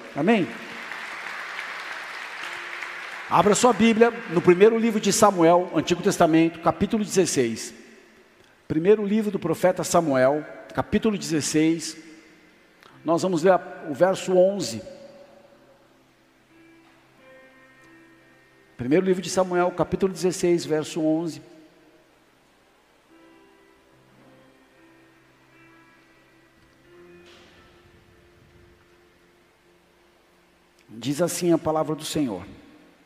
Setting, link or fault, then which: setting, large echoing room